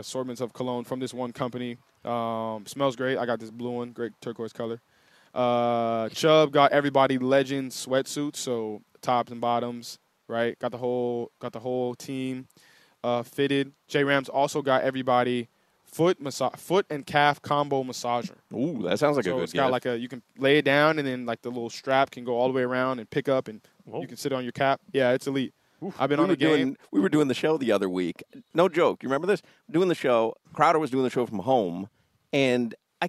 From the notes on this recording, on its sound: live from Hollywood Kia